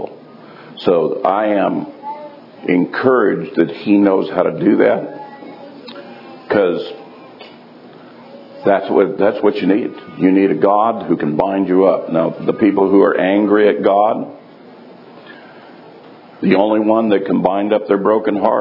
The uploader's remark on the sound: live from Tabernacles 2018